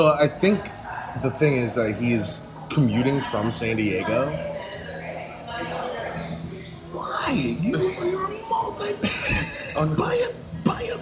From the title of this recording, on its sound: LIVE from Brunch!